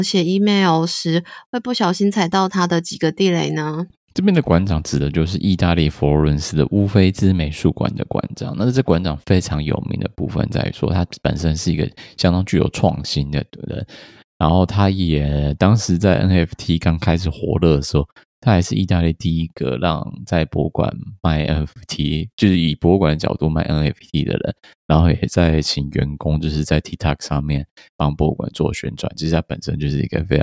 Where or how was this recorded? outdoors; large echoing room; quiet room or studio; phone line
quiet room or studio